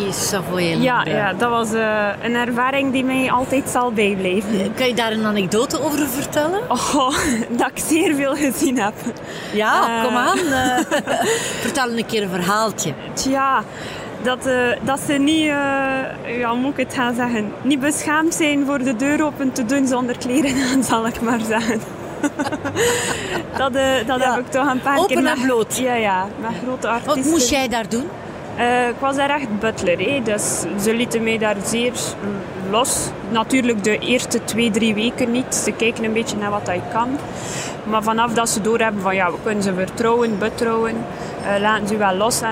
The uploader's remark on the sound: Horeca Expo Live.